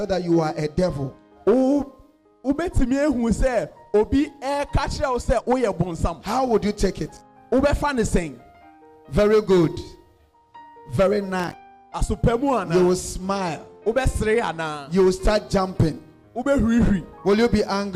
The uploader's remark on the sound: preached at the loyalty house international Adjei-Kojo